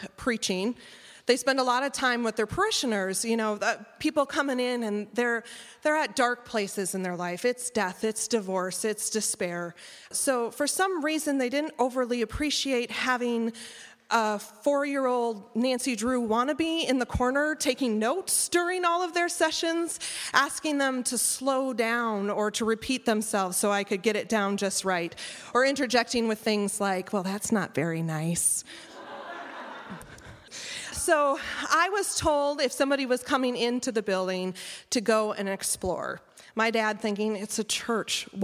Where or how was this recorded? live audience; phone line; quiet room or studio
live audience